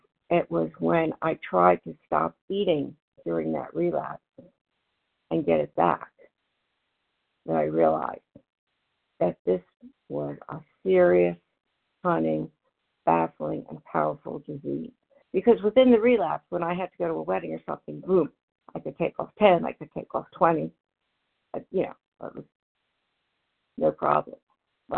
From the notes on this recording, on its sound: from the 100 Pounders Phone Meeting, 10/13/23